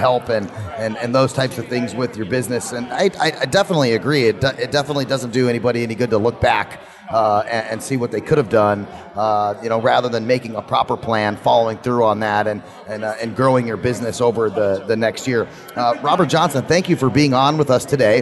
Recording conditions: busy venue